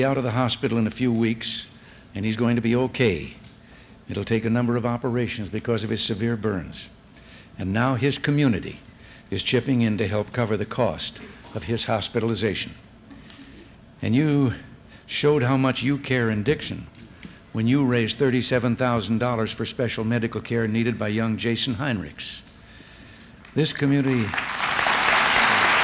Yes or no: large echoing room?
yes